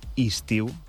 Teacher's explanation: En comptes d'una E i una I, doncs fem dues Is